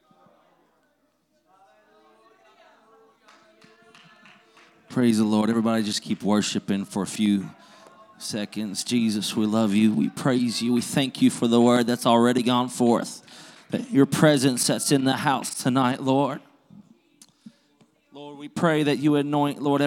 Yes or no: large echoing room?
yes